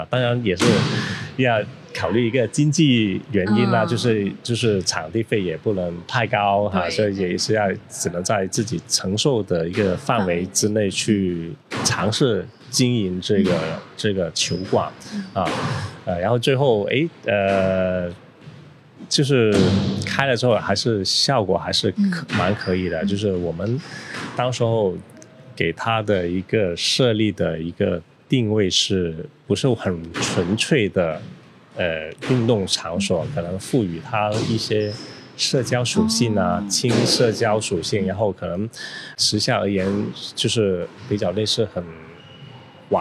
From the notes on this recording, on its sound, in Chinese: 位于佛山地区的番茄壁球会。由于本期节目为户外采访，收录时球场环境噪音较大。